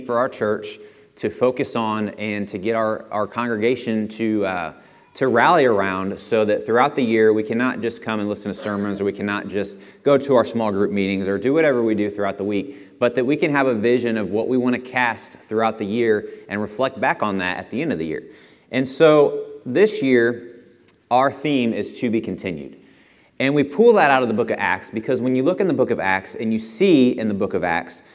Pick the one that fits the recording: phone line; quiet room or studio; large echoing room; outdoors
large echoing room